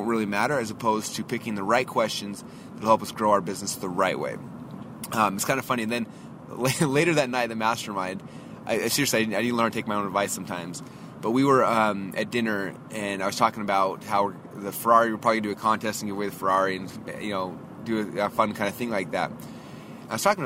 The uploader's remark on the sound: I just actually drove my brother, who’s our audio-video guy, back to the airport. I’m driving back. I’ve got probably 15 minutes or so in the car.